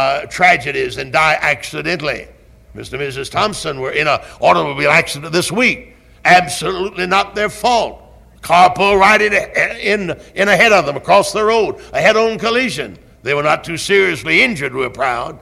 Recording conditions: large echoing room